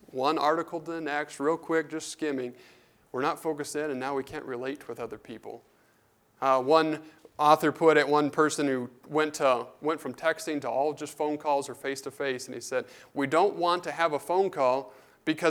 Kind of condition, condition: setting, large echoing room